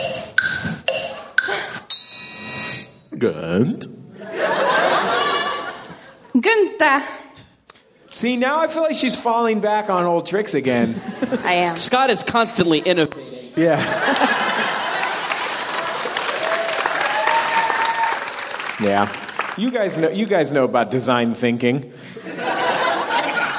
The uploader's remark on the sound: live on stage at the Hollywood Theatre in Portland, Oregon.